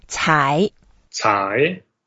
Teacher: It's a second tone, so we go up slightly.